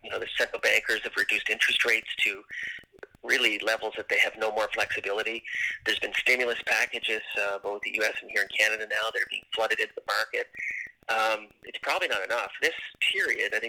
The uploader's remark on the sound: were able to record via conference call, so we apologize for weak audio.